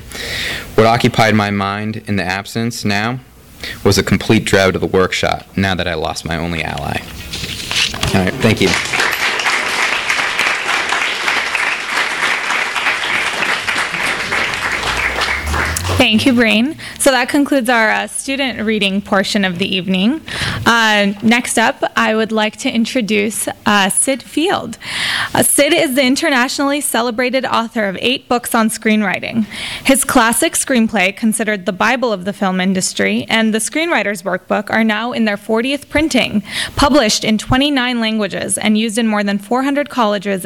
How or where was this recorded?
live audience